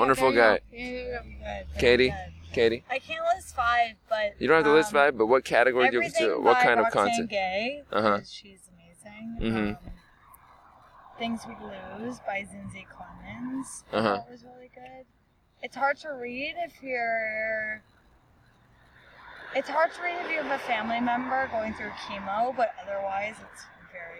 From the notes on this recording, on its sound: We recorded this one on a sidewalk of a street in Los Angeles. First recording on a public sidewalk with people walking.